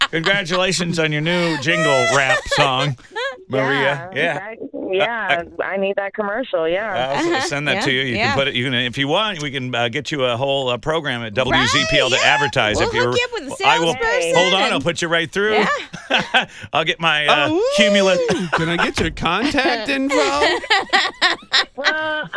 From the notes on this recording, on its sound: Takes calls from local businesses and immediate make a LIVE on the spot on-air jingle for them!